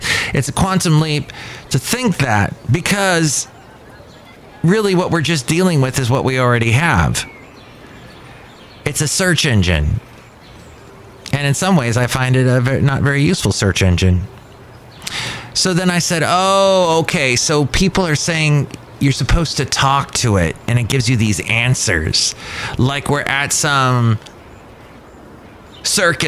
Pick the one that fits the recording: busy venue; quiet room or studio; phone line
busy venue